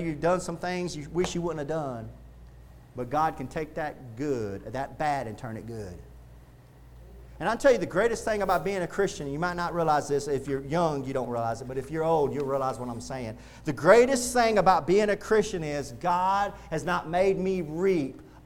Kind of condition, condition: setting, large echoing room